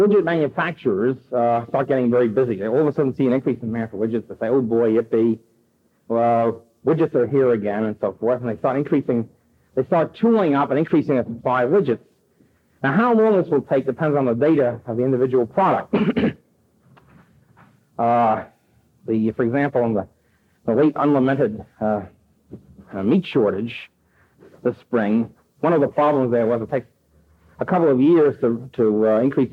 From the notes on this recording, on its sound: presented at New York Polytechnic University in 1972